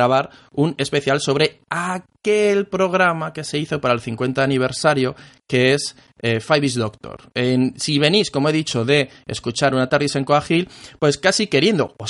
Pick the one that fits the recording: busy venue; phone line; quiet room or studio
quiet room or studio